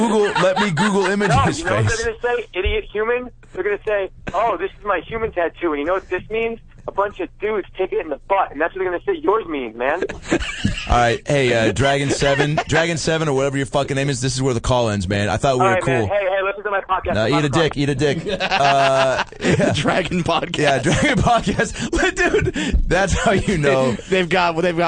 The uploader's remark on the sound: Take listener phone calls, chaos ensues.